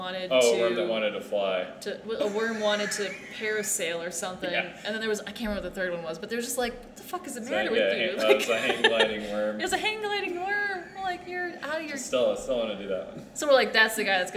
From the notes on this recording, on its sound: This episode was recorded live and in person at Beermiscuous.